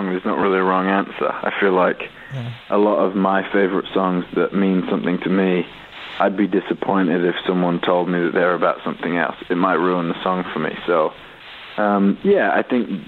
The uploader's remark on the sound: called in to chat with us